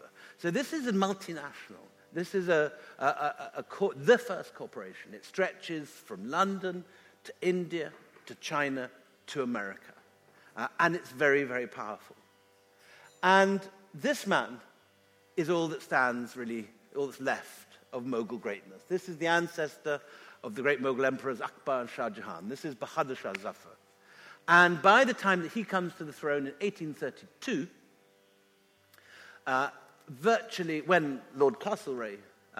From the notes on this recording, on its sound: This episode is a live session from #JLFBelfast2019.